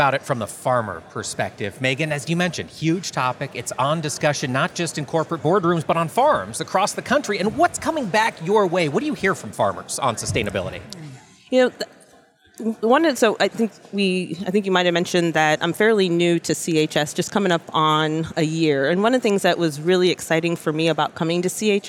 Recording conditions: busy venue